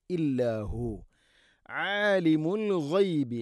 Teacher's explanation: ആലിം ഐന് തൊണ്ടയുടെ മധ്യഭാഗം. ആലിമുൽ ഗൈബി അൽ ഗൈബ് ഗൈൻ, ആലിമുൽ ഗൈബി ഗൈന് തൊണ്ടയുടെ മുഗൾ ഭാഗമാണ്.